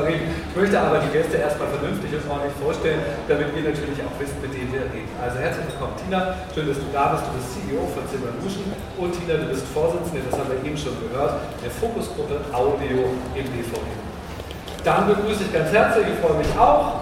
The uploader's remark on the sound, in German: Hierfür habe ich kurze Live-Interviews vor Ort durchgeführt. Verschiedene Aufnahmen der Main Stage.